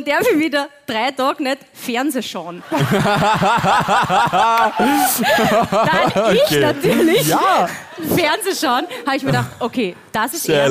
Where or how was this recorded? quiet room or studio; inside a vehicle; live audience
live audience